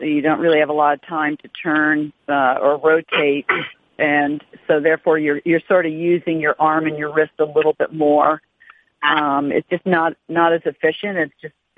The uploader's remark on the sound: Australian Open Conference Call.